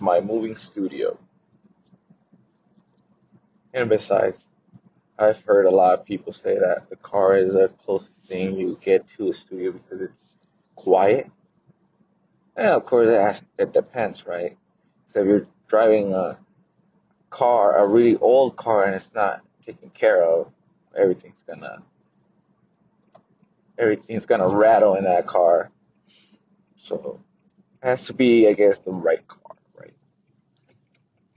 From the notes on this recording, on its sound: I will also tell you a little about my studio and I have to apologize for the audio because I don't own a pro mic.